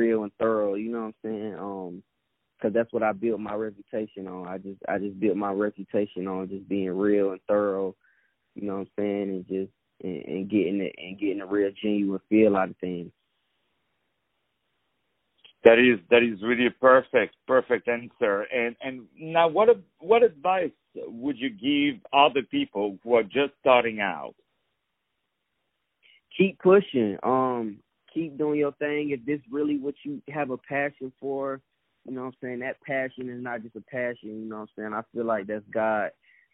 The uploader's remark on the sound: On the phone